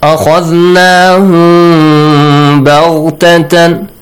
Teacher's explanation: meme ساكن plus ba you should hide the sound of meme · Term: إخفاء